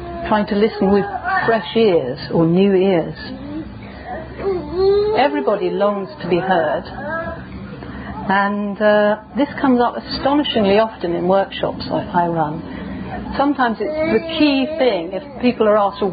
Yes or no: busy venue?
yes